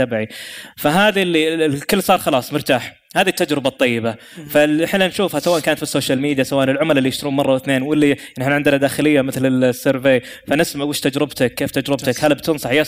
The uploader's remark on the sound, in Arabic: تسجيل لجلستين من عصفورية المحور الثاني، والي أقيمت على هامش زدإكس في واجهة الرياض